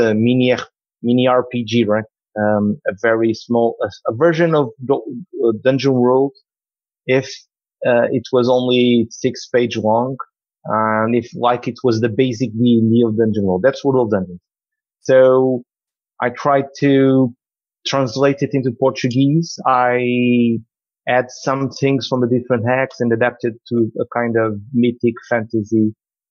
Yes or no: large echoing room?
no